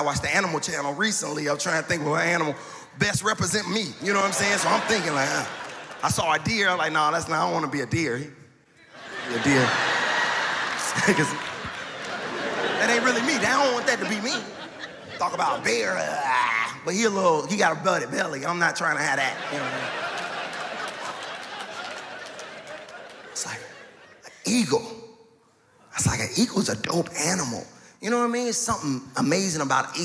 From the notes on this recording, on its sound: Taped in front of two sold out crowds at the Studebaker Theater. This stand up comedy special.